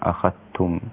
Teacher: هذا آخر خلاف لشعبة في هذه السورة. فشعبة أدغم ذال أخذتم في تائها، فتصير أخذتم هكذا بالإدغام أخذتم، والذال والتاء من مخرج واحد كما نعلم، الذال حرف الذال وحرف التاء من طرف اللسان مع أطراف الثنايا العليا.